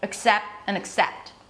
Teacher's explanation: when you speak really quickly, the beginning of the two words may reduce to a schwa, and both words may sound the same, accept and accept, all right?